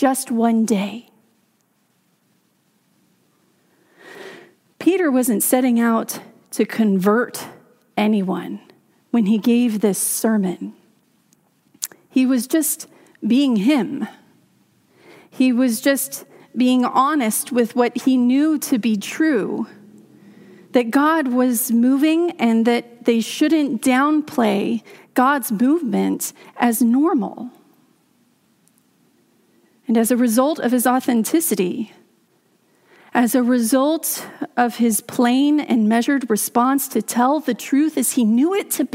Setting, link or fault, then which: setting, large echoing room